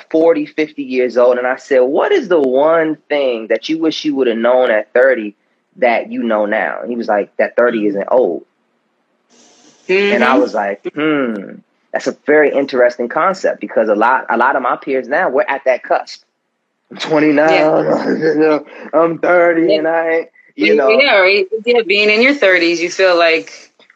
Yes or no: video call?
yes